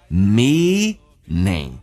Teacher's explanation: 不要发成 mean,是 me,长元音嘴角咧到极限